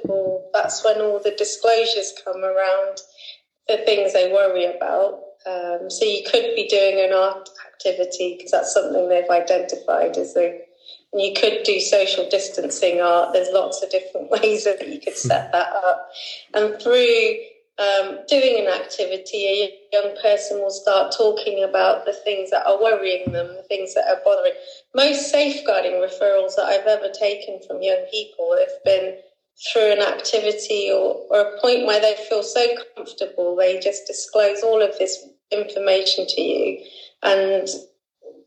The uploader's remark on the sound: Due to the requirement for national social distancing measures, this episode has been recorded remotely and therefore the audio quality may be affected.